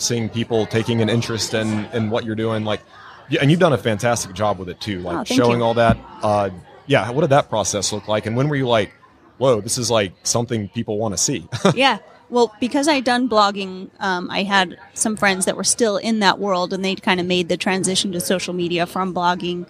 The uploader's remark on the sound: LIVE from HAVEN 2022